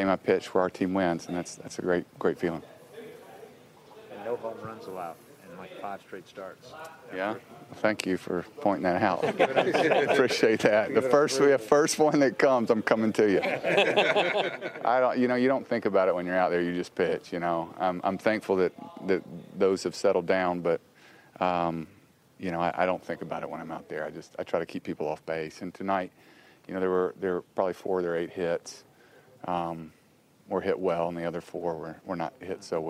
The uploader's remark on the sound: Postgame sound